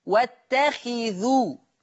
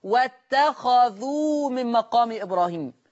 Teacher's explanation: حفص يكسر الخاء واتخذوا، ورش يقرأ بفتح الخاء